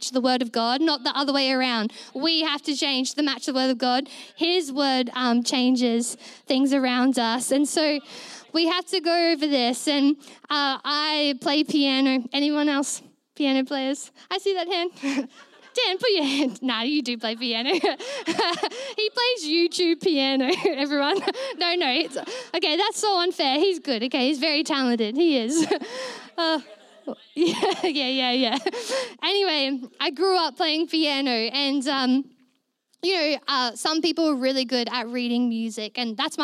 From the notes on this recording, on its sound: Recorded during our Melobourne East service on Sunday, the 3oth of April 2023